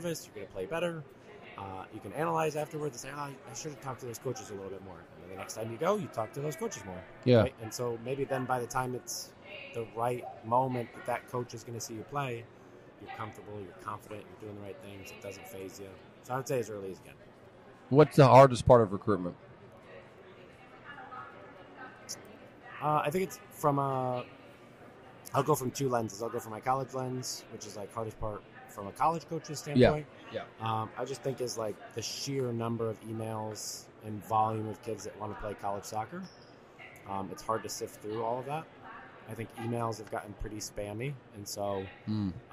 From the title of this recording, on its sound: Live from the USC Convention